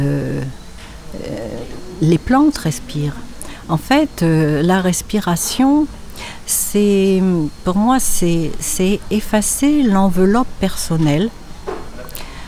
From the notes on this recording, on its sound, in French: En Direct Du Forum A Ciel Ouvert. Entretiens exclusifs enregistrés au FORUM A CIEL OUVERT.